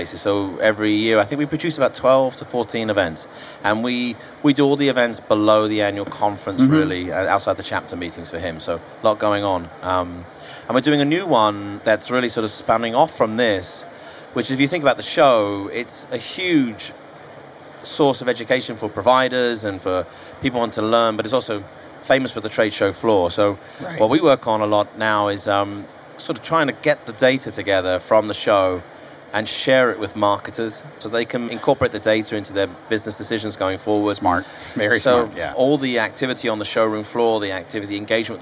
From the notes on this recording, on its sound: At the HIMSS17 Conference.